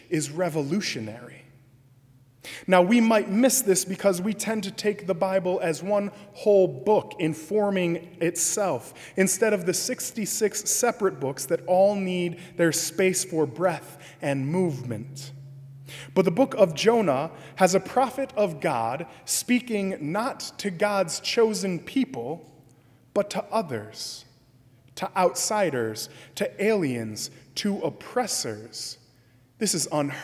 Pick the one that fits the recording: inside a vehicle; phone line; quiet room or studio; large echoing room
large echoing room